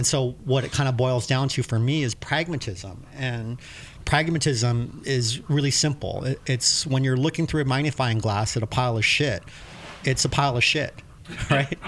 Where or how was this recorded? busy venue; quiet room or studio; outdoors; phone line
busy venue